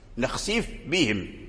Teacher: لا بد من بيان الفاء ثم عاد تنطق بالباء، نخسف بهم، والفاء خفية والباء شديدة، والباء هي أقوى من الفاء